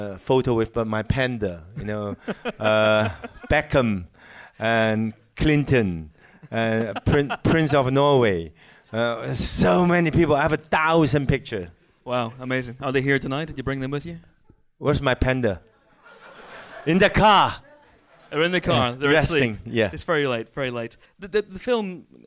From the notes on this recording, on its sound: A special screening and Q&A at London's very own Prince Charles Cinema. Here is the recording of the interview portion of the evening.